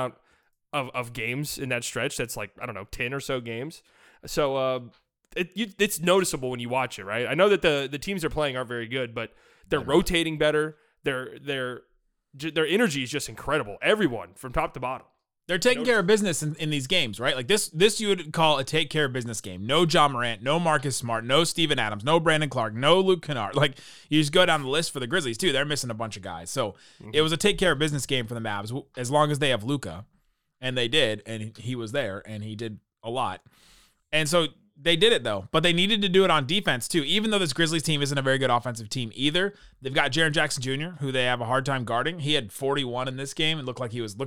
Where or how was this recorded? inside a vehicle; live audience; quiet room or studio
quiet room or studio